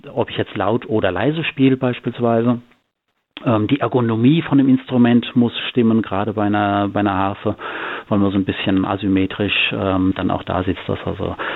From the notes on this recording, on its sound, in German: Gärtnerei Maulbeergarten. Die GIGparade ist das Live-Konzert Magazin von Radio Darmstadt für die regionale Musik- und Kultur-Szene Darmstadts. Werden die Musiker und Künstler per Telefon direkt in die Sendung zum (Live-)Interview hinzu geschaltet.